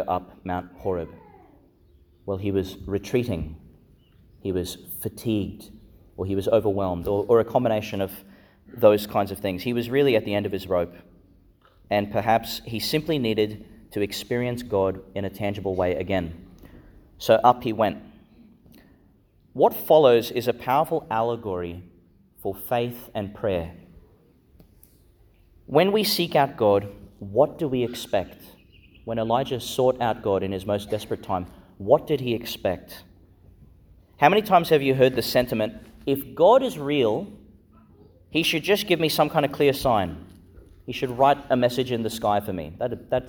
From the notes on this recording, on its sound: Homily for the Nineteenth Sunday in Ordinary Time, delivered in Our Lady Star of the Sea Church, Gladstone.